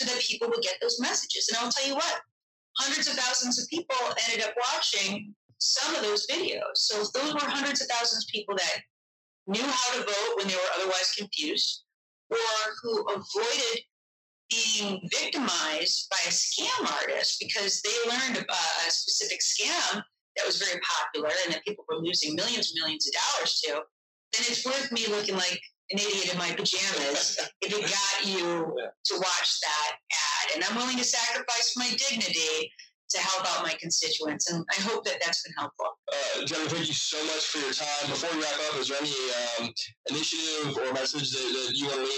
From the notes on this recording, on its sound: We apologize for the poor sound quality in this episode, our team faced unexpected technical issues that have since been resolved.